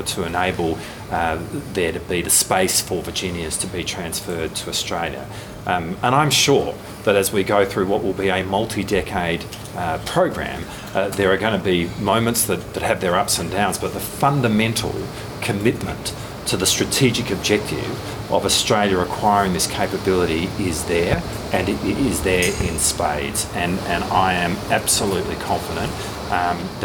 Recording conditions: busy venue